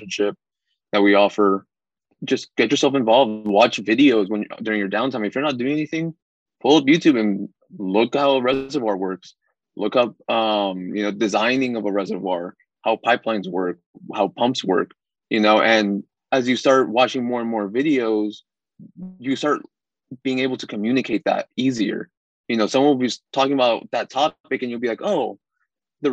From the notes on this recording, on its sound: via Zoom